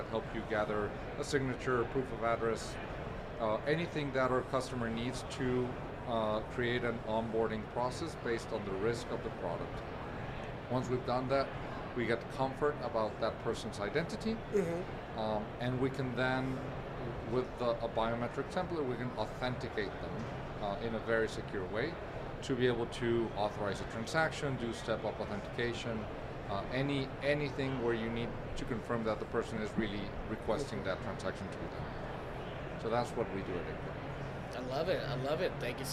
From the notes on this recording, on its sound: Recorded at Money 20/20 in October 2022